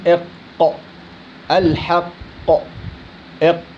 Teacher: لما أطلع من الحلق أخلص الخاء أو الغين والخاء وفوت على اللسان، أول حرف بيجيني باللسان بعد الحلق اللي هو القاف. القاف تخرج من أقصى اللسان مما يلي الحلق